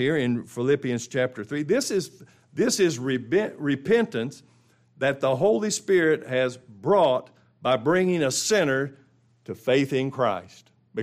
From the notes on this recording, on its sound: This is the ENTIRE LIVE STREAM broadcast of the final two services of our 2023 Spring Bible conference.